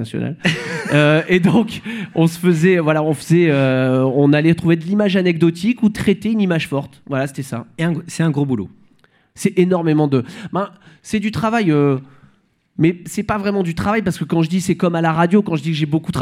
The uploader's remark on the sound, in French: Cet épisode a été enregistré en public